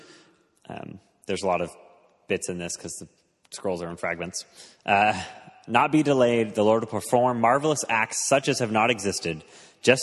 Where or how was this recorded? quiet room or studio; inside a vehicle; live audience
live audience